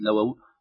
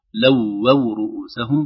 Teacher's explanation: تشديد الواو الأولى ثم سكون الثانية · Shown in: second take · وليست لووا، لووا رؤوسهم ونعطي الشدة زمنها.